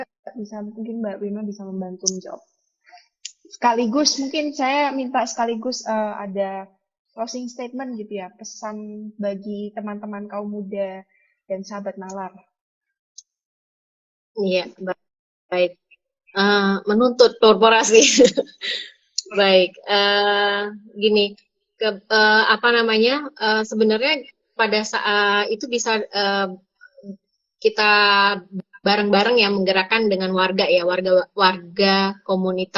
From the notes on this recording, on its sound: NALAR TALKS Live on Instagram